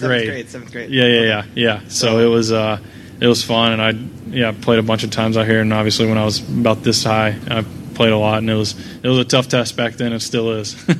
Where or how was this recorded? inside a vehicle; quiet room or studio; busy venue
busy venue